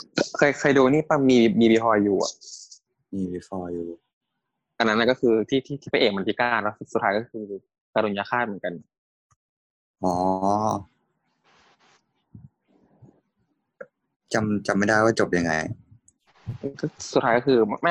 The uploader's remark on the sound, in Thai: ขออภัยในความไม่ชัดเจนของคุณภาพเสียงด้วยนะครับ